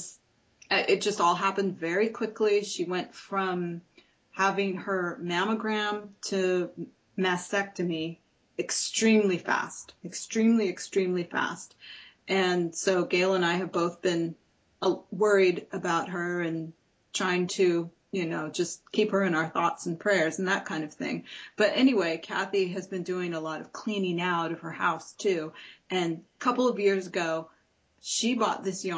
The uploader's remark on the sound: We Skype!